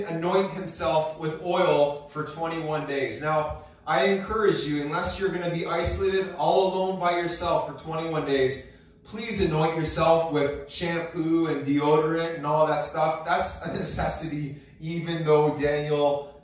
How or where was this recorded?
large echoing room